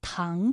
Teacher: 唐字也是一个后鼻音，有后鼻韵母昂